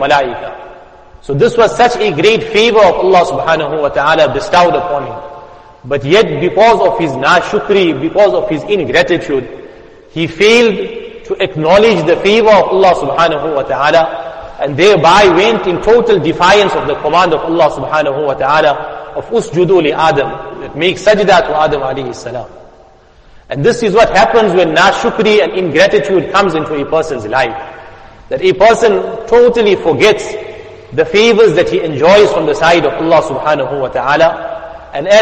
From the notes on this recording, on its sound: Jumuah Lecture at Masjid us Saliheen 06 Jan 2023